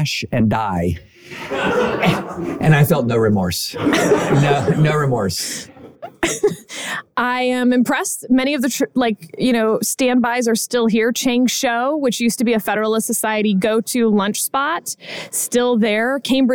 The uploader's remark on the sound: Live From Harvard